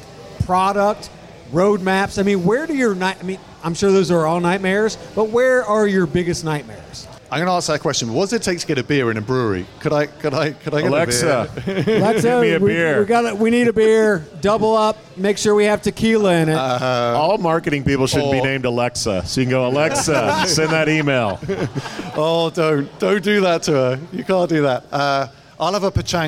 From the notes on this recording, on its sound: LIVE from Sun King Brewery. The mics were on.